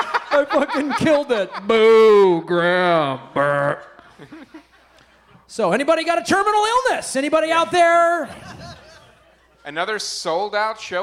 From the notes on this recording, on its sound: LIVE FROM PORTLAND! Helium comedy club in Portland, OR.